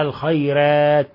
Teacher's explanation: نلاحظ أن الراء مفخمة لأنها مفتوحة، والألف التي بعدها مفخمة، الخيرات. وهذه اللفظة عند ورش مرققة، لأن الياء سبقت الراء فيقرأها الخيرات.